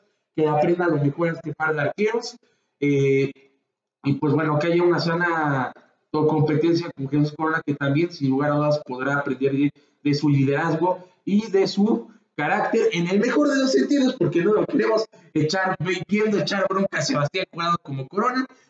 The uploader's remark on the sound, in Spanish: Disculpas por las fallas tecnicas de audio.